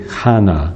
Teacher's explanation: In Hebrew it would be Hana with a guttural H